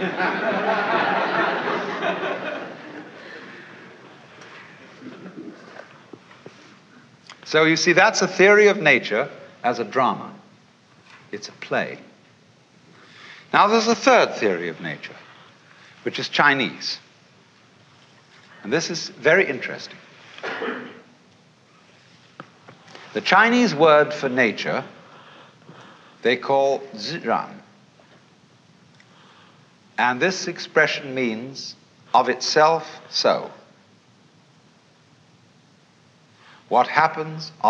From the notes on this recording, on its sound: In this intimate session. A seminar session from SMU in 1965.